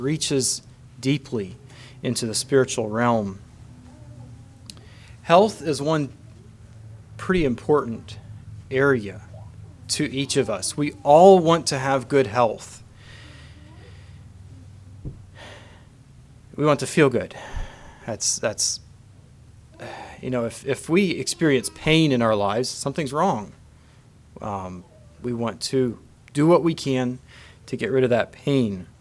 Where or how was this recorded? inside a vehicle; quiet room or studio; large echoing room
large echoing room